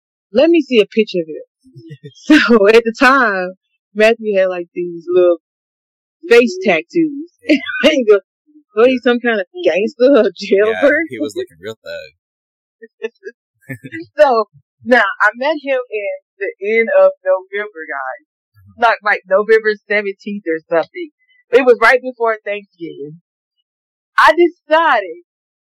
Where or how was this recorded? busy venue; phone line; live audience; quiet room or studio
phone line